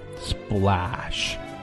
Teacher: 又是一个 s,后面是一个 p,所以说在这里呢 p 不送气，读得像 b 一样